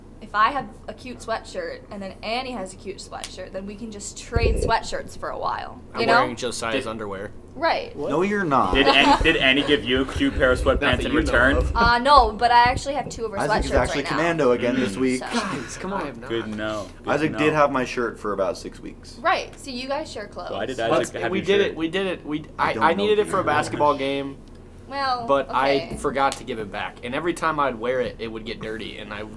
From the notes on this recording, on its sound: Recorded by the pool table a little too late